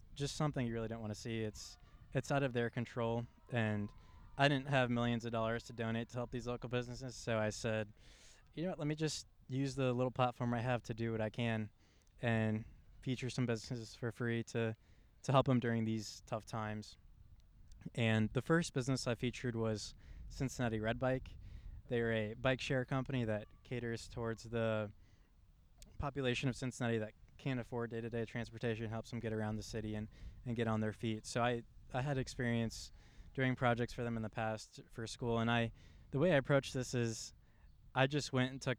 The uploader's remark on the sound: the background audio may have noise, as we recorded in a park.